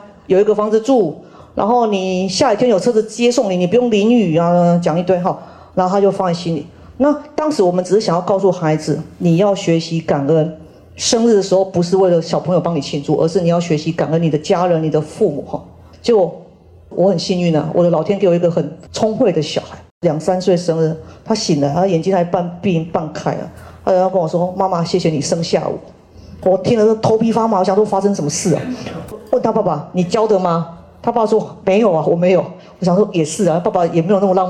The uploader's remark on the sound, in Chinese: 人文讀書會現場錄音